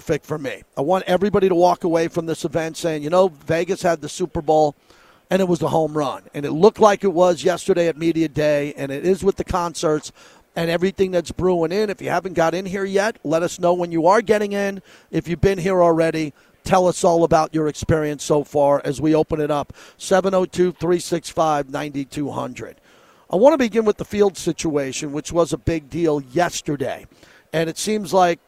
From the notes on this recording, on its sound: LIVE FROM RADIO ROW